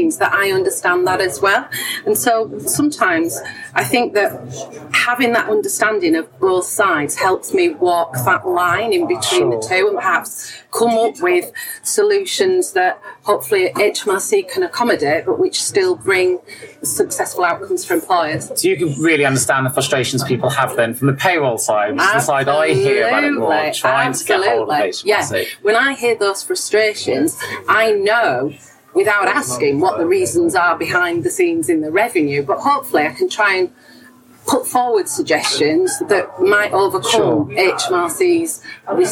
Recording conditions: background noise